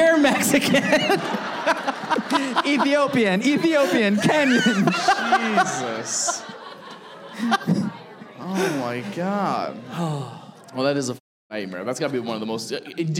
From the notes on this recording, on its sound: Live Show Start & Audience Pranks. This episode was filmed in front of a live audience at a comedy club.